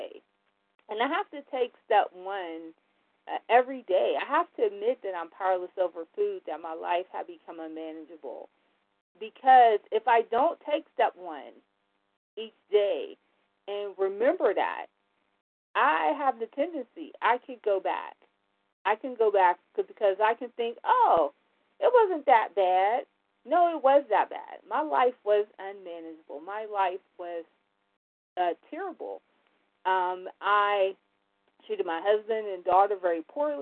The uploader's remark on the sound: 100 Pounders Phone Meeting